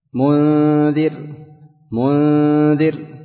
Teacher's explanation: انظر ما في استعلاء في النون عند الذال